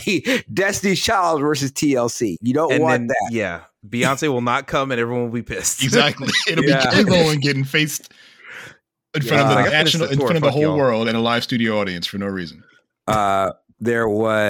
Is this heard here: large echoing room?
no